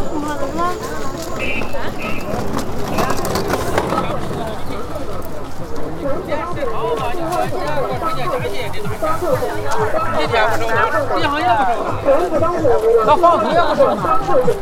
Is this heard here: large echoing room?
no